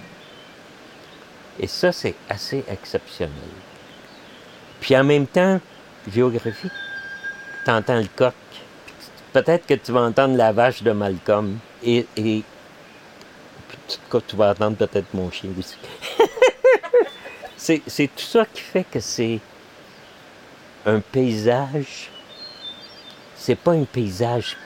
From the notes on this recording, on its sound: This special episode will immerse you in the nature of the Way’s Mills area. Accompanied by sounds of the environment; wind and rain, the cascading river, morning birdsong, livestock, wild animals such as fox and deer, and more.